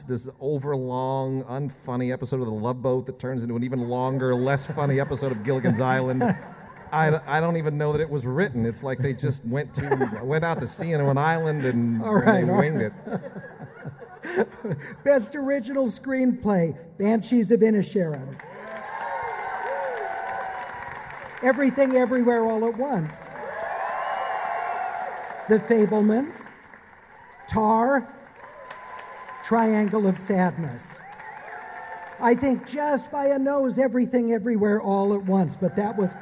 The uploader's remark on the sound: LAist film critics are live at the Orpheum Theater in DownTown Los Angeles.